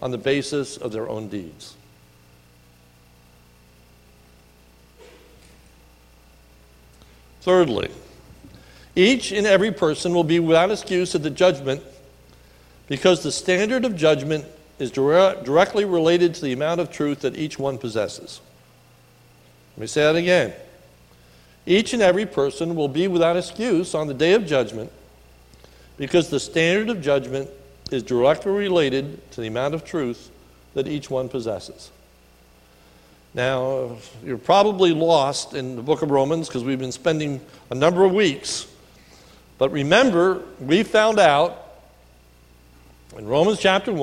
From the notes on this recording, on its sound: Sermon recorded at the Lebanon Bible Fellowship Church in Lebanon, PA. During the morning service.